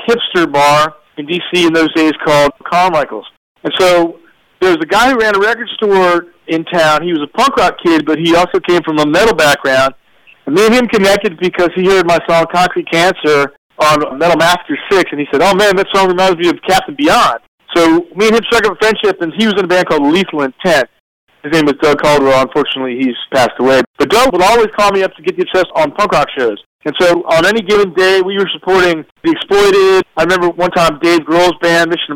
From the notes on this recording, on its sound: This phone interview